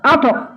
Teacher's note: أرقق الهمزة، أفخم الطاء وقلقلها